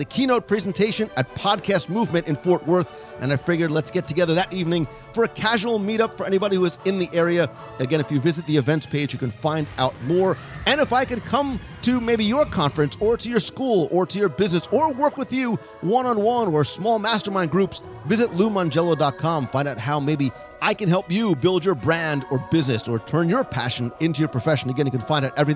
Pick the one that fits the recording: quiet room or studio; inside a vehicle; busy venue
busy venue